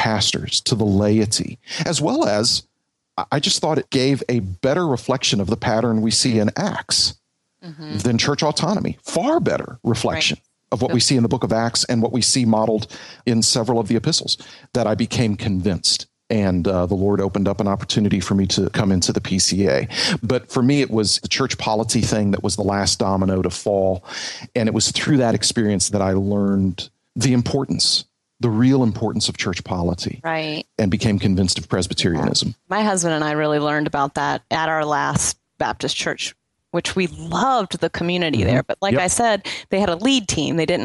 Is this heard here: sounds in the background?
no